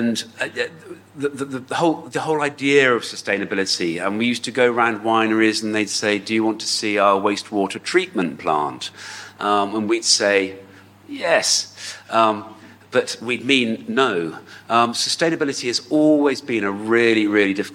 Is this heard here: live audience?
yes